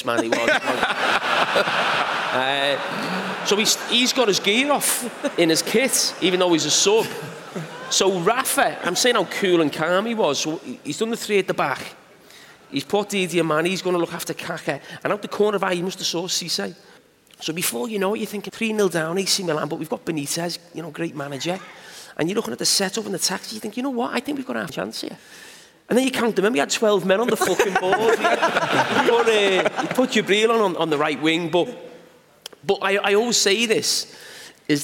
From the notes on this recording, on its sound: Our first ever Overlap Live event at the Manchester Apollo. In front of over 2,700 fans.